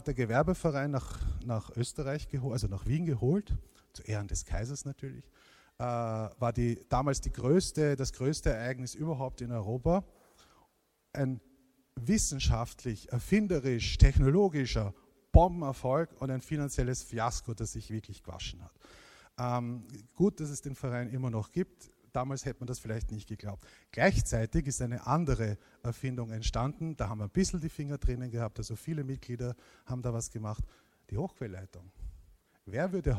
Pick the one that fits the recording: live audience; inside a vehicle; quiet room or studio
live audience